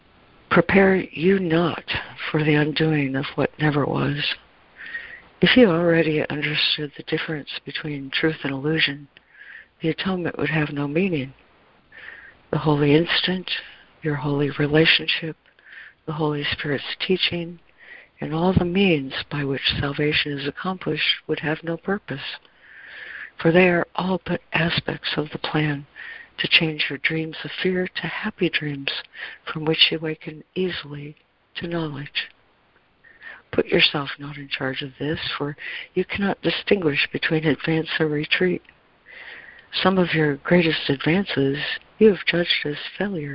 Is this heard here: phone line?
yes